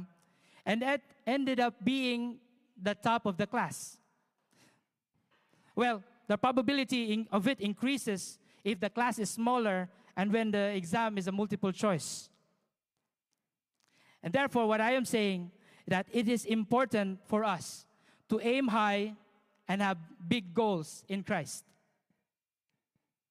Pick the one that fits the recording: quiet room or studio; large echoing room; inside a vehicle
large echoing room